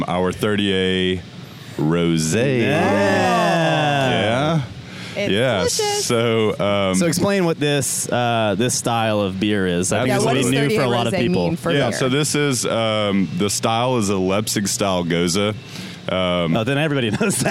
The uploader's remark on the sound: Live from the Grayton Beer Company Tap Room.